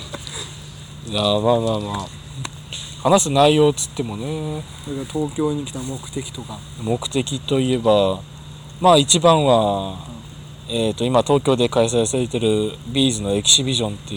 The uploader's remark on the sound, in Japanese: 西日暮里で2人。いつも収録している公園。